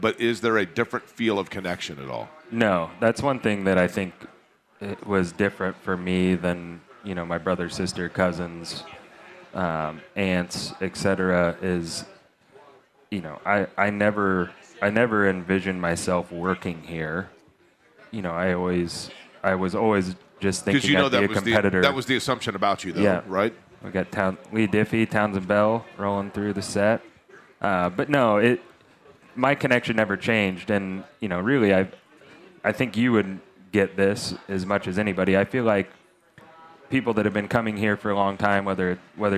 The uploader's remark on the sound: LIVE AT CARB DAY